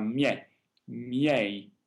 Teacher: This is a diphthong. The first I becomes a J glide, so it's spoken very quickly and not as defined. But the last I is spoken very clearly as part of the diphthong.